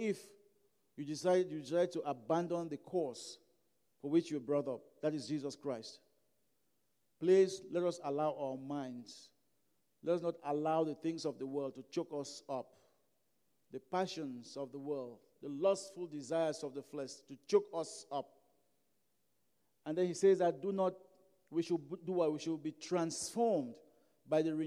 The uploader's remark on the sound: during African Worship at Broadway Baptist Church, Lexington, Kentucky